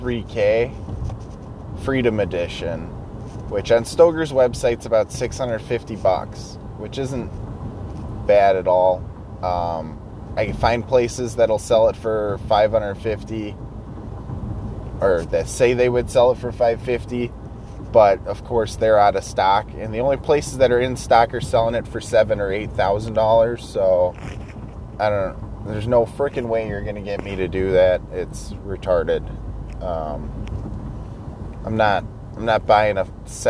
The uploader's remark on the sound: talking to myself while driving to work